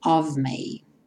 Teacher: Lembrando sempre que o of tem o F vai ter um som de V.